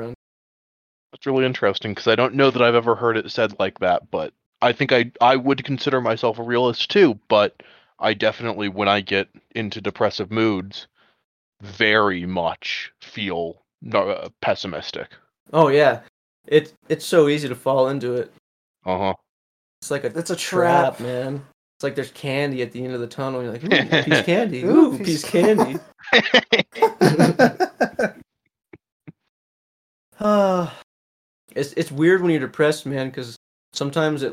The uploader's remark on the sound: The audio is a bit choppy this episode due to some unfortunate mic malfunctions, so we do apologize